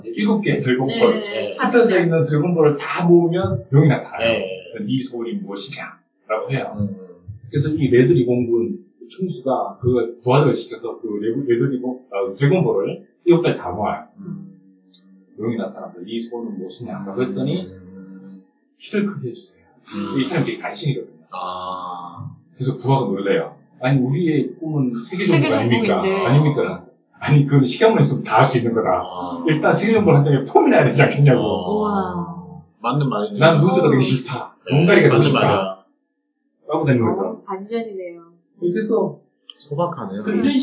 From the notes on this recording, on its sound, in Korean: 1회부터 3회까지 녹음상태가 고르지 못해 죄송합니다.